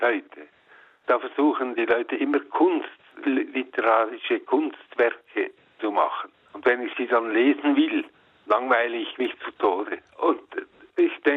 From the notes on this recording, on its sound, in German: selbstverständlich und wie es sich gehört am Telefon